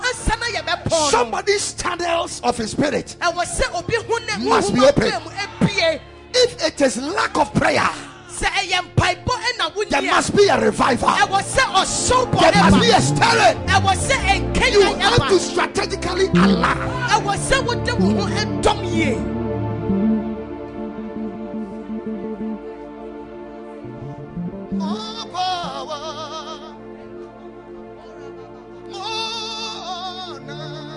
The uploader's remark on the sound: Preached at the New Move Conference 2019